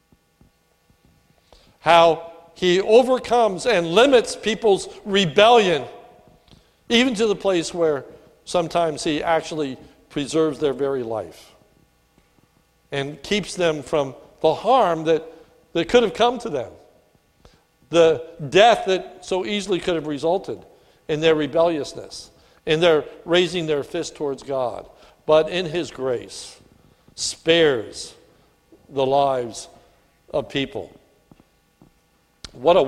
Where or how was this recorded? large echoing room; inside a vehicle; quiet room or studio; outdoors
large echoing room